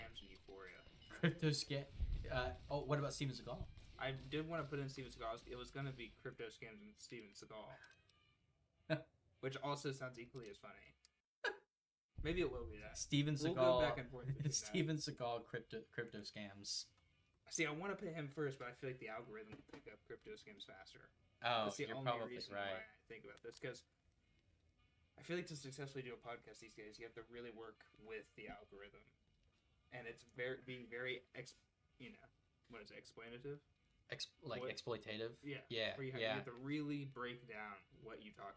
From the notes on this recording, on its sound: We don't have a lot of experience editing or recording a podcast, so you may have to be patient on the quality to reach 100%.